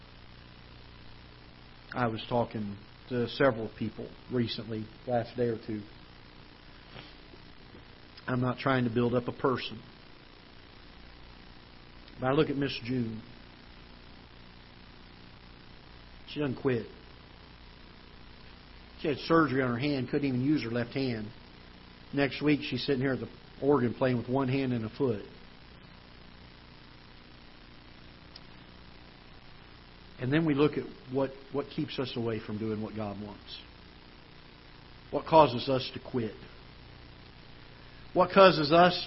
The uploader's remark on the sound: Ketha Heights Baptist Church ~ Live Broadcast.